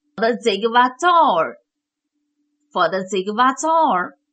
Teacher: 那么再注意它的重读音节在 Zik 和 Zor 上面